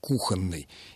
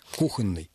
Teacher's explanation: Нормативная рекомендация с ударением на первом слоге «кухонный» · Shown in: first take · И больше того, в словаре, в орфоэпическом словаре указано, что «кухонный» не рекомендуется.